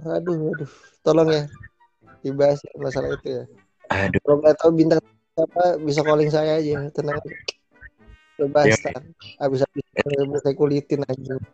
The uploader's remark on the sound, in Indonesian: Mohon maaf apabila, kualitas audio kami sangatlah buruk.